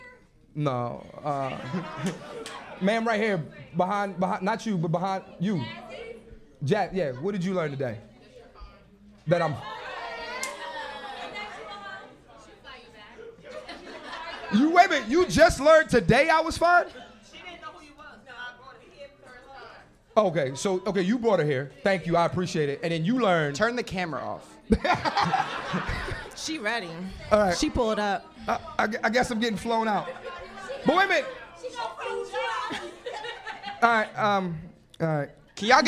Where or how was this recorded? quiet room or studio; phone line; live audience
live audience